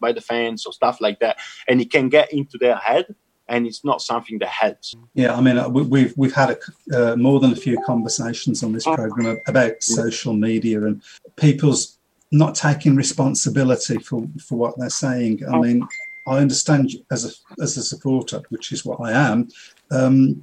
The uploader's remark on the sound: Recorded via Zoom.